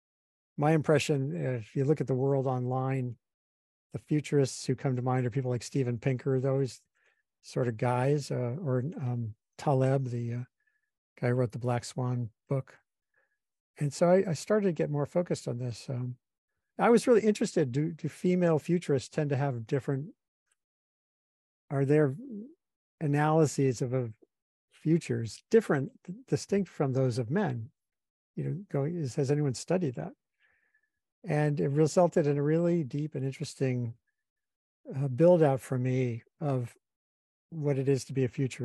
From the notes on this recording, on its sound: This is the audio of a webinar I just held for Columbia Climate School colleagues.